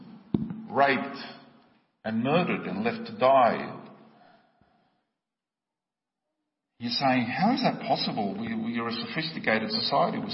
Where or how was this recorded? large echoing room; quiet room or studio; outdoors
large echoing room